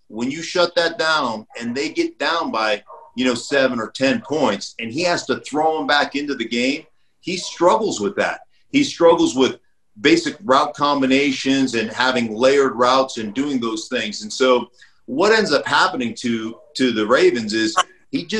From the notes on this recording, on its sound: zoom together with former NFL lineman